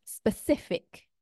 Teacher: the stress falls on the second last syllable, the penultimate syllable